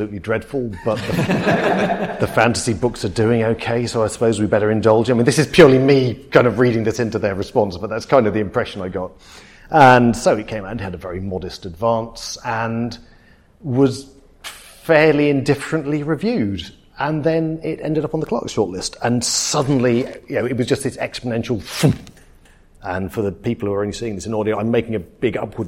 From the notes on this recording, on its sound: Live episode in front of an audience at the Cymera Festival.